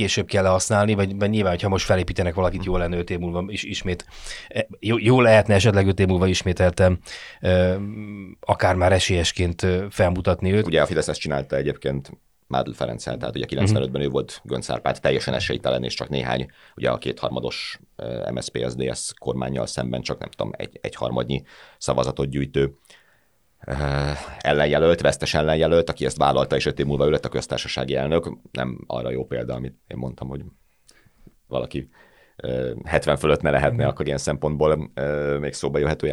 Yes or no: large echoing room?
no